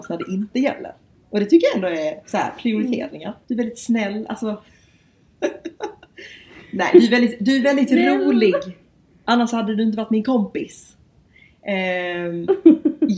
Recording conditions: poor microphone